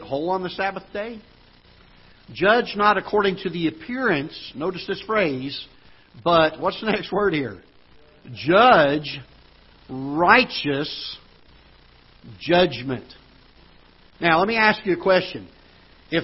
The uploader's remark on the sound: Ketha Heights Baptist Church ~ Live Broadcast